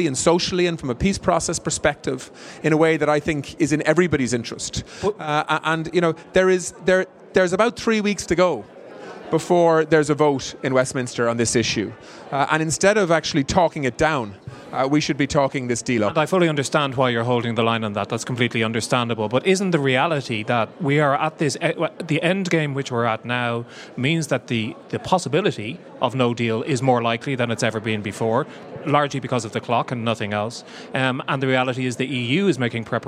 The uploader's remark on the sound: On the floor at the Fine Gael National Conference